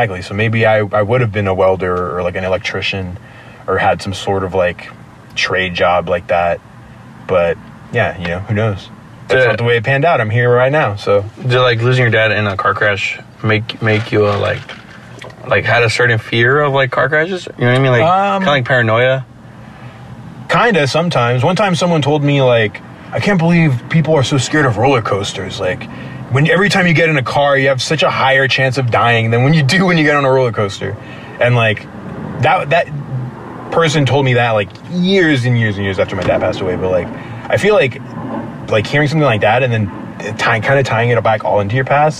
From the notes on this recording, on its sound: sit down outside a gig in San Jose California